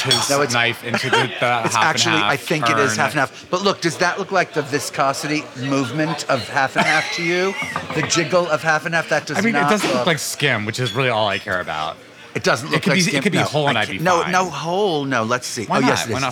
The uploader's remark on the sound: Over omelets and quiche. This episode of Dinner’s On Me was recorded at Pastis in the West Village, NYC.